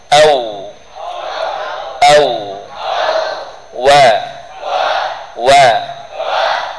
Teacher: Bibir atas bawah diapakan? Dihimpun, ya. Bukan ditempelkan satu dengan lain, dengan yang lain. Cukup dihimpun. · Term: huruf wawu